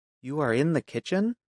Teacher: A statement with a rising tone becomes a question.